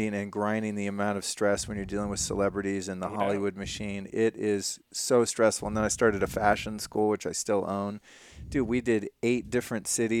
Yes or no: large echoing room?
no